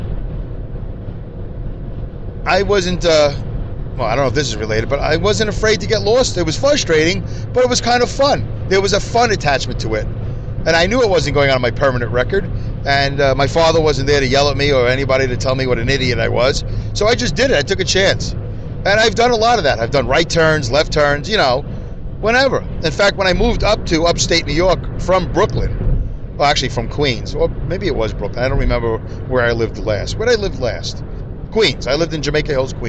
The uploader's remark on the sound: I record my show from my car as I drive to and from work